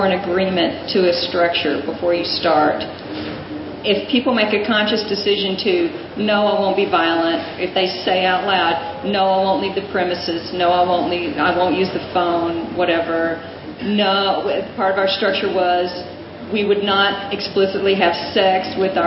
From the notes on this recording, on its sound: their 2006 Palenque Norte lecture at Burning Man